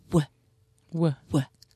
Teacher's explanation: it's bilabial because we have to use our lips